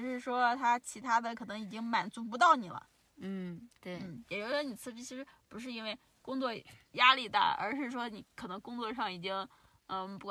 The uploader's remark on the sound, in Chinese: 这期节目录制于”大西洋最后一滴眼泪“赛里木湖的湖边停车场的车内。我们在夜晚的星空下畅谈。